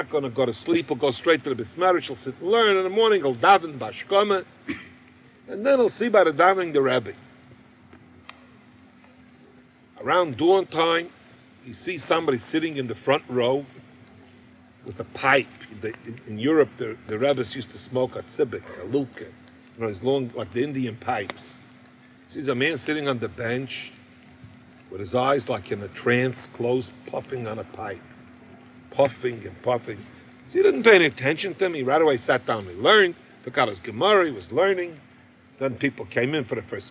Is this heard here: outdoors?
yes